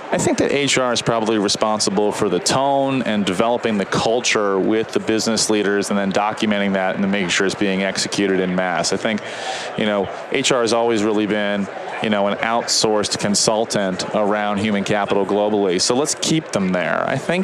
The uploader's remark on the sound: LIVE from Las Vegas, at #HRTechConf